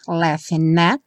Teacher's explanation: também juntando o N do laughing com at